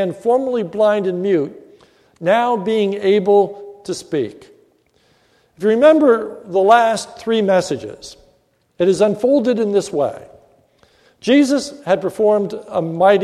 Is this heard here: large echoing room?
yes